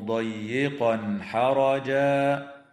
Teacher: ويظهر التنوين عند الحاء في قوله تعالى ضيقا حرجا